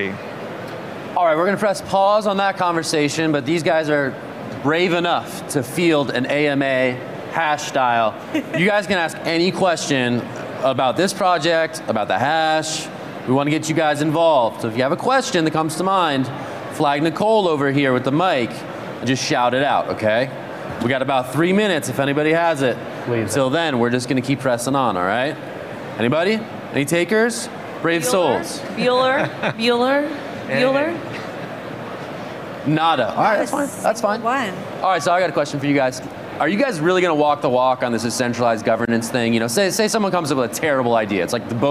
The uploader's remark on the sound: live at Consensus 2023 in Austin, Texas